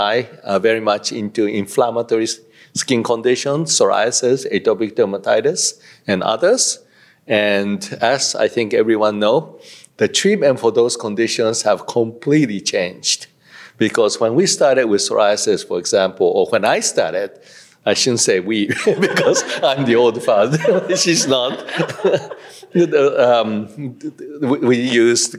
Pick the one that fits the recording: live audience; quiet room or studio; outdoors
live audience